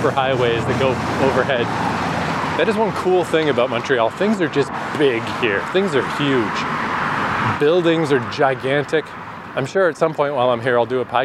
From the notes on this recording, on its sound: Walking from the Montreal airport (is not a great idea).